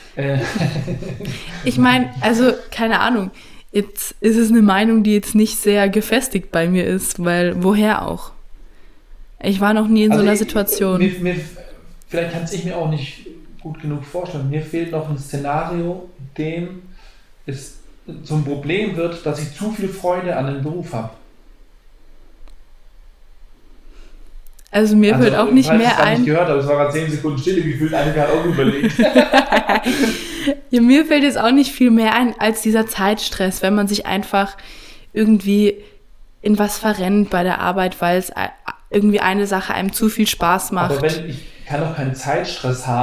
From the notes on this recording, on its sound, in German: SORRY FÜR DIE SCHLECHTE SOUNDQUALITÄT. Nicht aufgefallen dass er das falsche Mikro zum aufnehmen genommen hat.